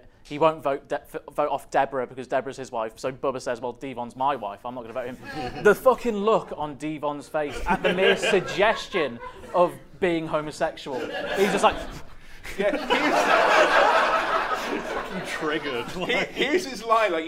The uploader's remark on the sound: LIVE at the London Podcast Festival 2018 in front of a sold out crowd.